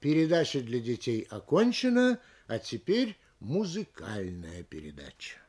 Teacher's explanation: Понижение на втором слове от конца. Следовательно, для того, чтобы в конце предложения прозвучала точка, голосовое понижение должно быть на последнем ударном слове этого предложения. · Следовательно, для того, чтобы в конце предложения прозвучала точка, голосовое понижение должно быть на последнем ударном слове этого предложения. А это ударное слово далеко не всегда является последним.